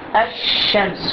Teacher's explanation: تكتب الشمس لكن تنطق الشمس مباشرة من الألف إلى الشين. الشمس والشين تكون مشددة. · Term: لام محذوفة